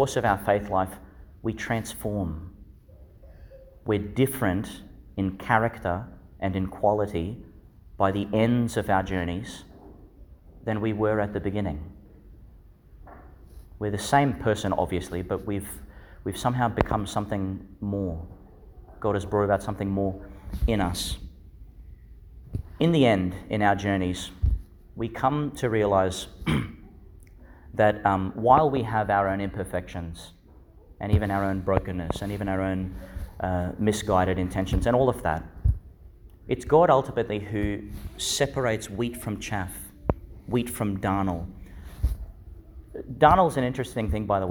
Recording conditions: large echoing room